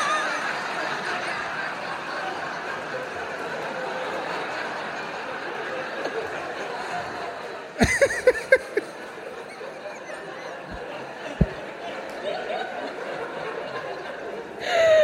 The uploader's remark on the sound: AT LONDON PODCAST FESTIVAL 2019. In front of a live audience at the London Podcast Festival.